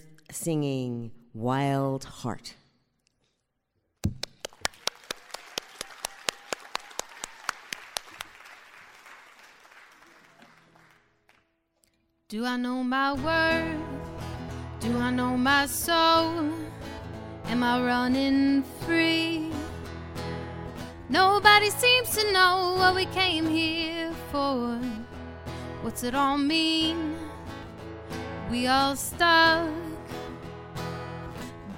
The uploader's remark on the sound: Recorded live on stage at the Florida Theater in downtown Jacksonville.